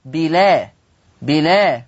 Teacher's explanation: هذا اللفظ فيه النقل أي تنطق لام مفتوحة